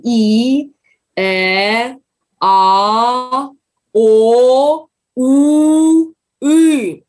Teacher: наш рот из плоской горизонтальной линии открывается сначала, потом округляется, и, превращаясь в букву «У», опять уходим на вот такую сложную тоже букву «И».